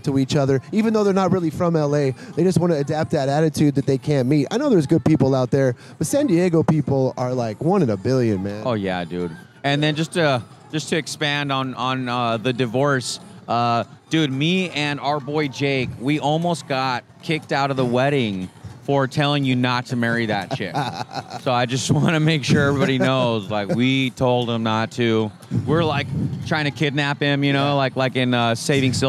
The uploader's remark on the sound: come to you live from Fig Tree Cafe in Downtown San Diego